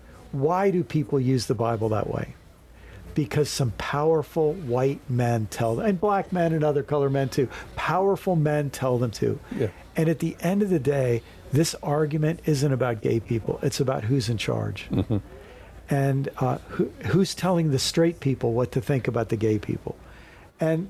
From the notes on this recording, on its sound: recorded at Lemuria Bookstore in Jackson, Mississippi.